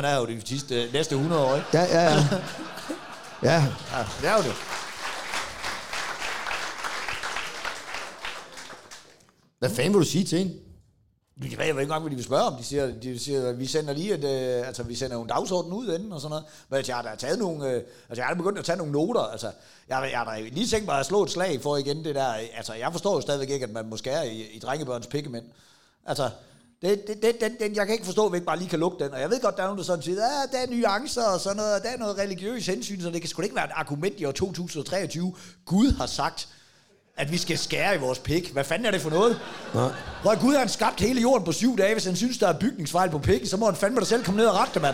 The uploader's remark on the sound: der er optaget live i Fredericia